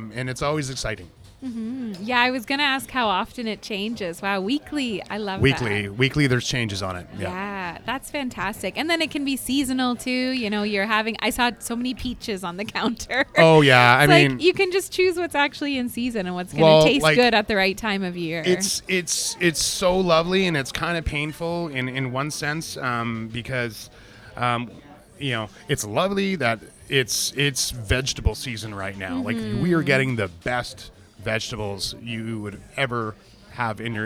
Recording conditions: busy venue